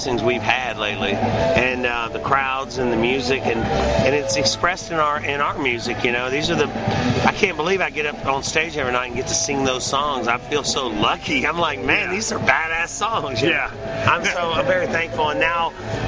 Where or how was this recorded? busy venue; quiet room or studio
busy venue